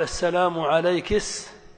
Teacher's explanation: إتباع كاف المؤنث الموقوف عليها سينا · Term: الكسكسة